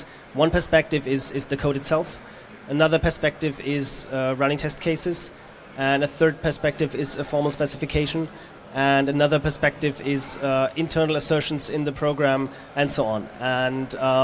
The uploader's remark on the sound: 34C3-chaoswest. They are congregating on the Chaos West Stage.